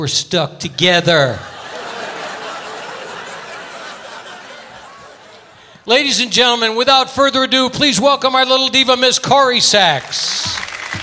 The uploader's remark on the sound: Live at the Southpoint Casino